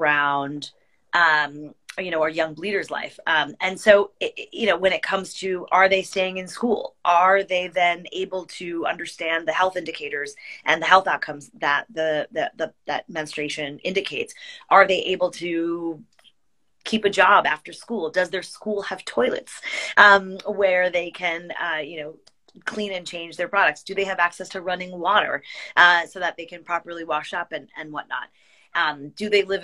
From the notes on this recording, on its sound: a special Instagram live